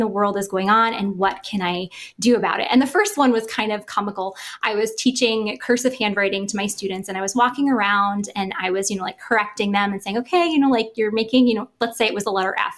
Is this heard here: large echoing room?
no